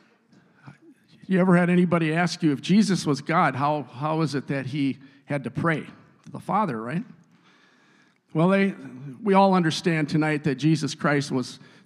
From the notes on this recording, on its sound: a service recording from Connect Point UPC!